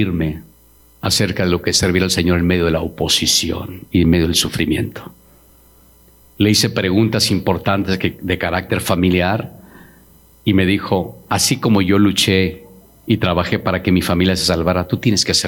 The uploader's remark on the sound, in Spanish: Grabado en 12/26/21 en Iglesia La Casa Del Alfarero en Edinburg, Tx.